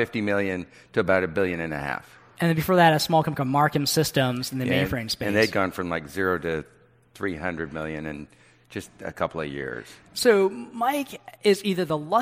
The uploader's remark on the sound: fireside chat from Greyscale, an event hosted by Greylock Partners